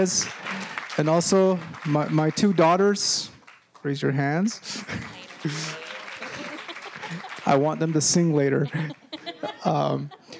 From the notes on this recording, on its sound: Recorded at the 2013 Bioneers Conference.